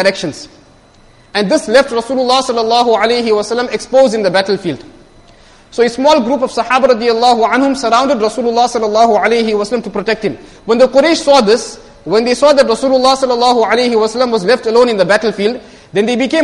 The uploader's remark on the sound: Jumuah lecture